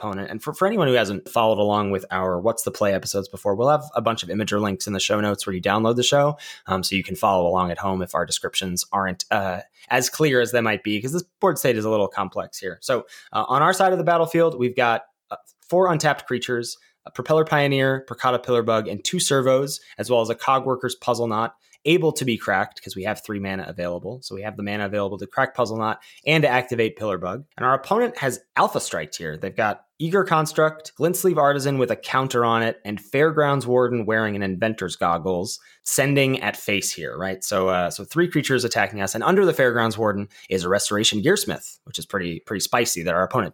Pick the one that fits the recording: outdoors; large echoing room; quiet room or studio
quiet room or studio